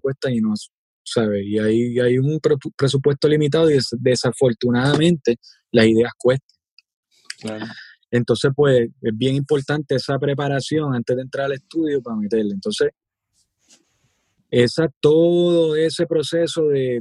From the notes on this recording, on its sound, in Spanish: nos conectamos vía zoom